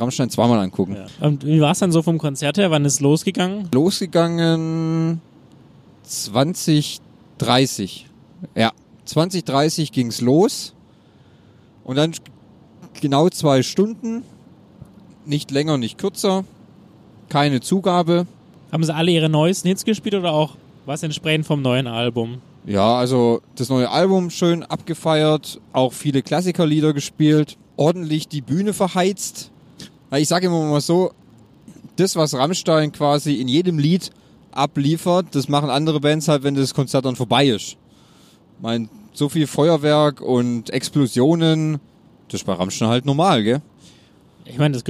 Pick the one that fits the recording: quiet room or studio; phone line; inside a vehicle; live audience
inside a vehicle